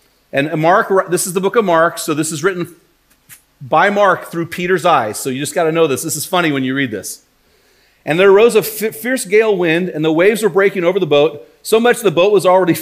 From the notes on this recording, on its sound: While preaching at Yamhill Christian Church in this bonus audio-only episode.